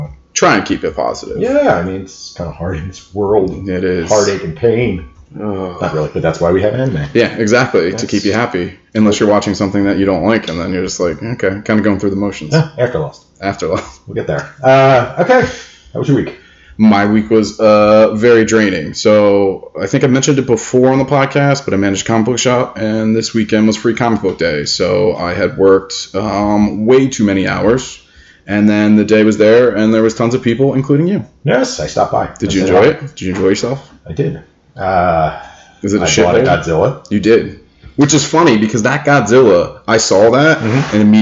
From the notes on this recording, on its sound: In spite of mic issues